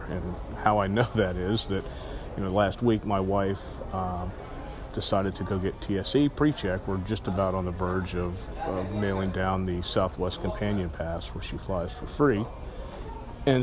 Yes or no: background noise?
yes